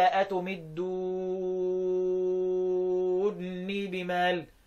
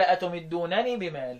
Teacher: مد لازم ست حركات، لان بعدها بقى ساكن · Shown in: first take